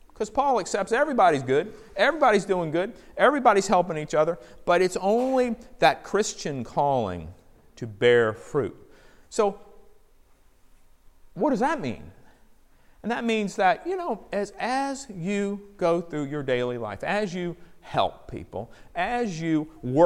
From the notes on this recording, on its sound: Recorded at PFPC at Nexus service on July 14, 2019